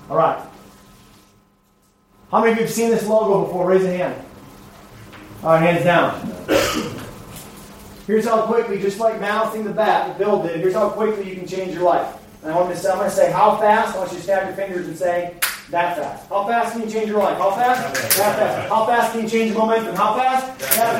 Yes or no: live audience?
yes